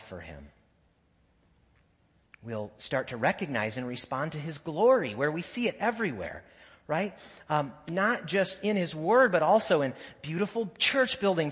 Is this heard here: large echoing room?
yes